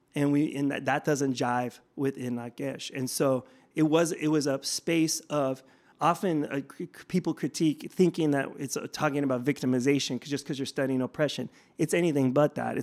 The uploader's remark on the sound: We spoke with him at the 2023 White Privilege Conference in Mesa, Arizona.